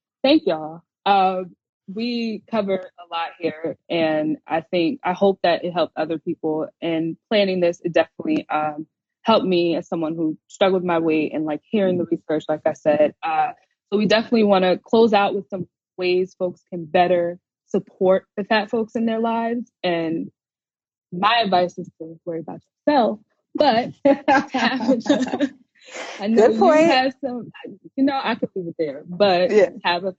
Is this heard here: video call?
yes